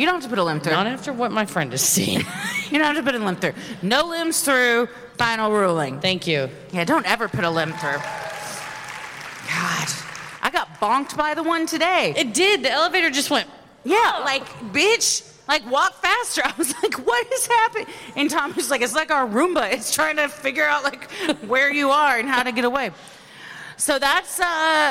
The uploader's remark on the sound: Recorded live at the Majestic Theatre in Detroit, MI.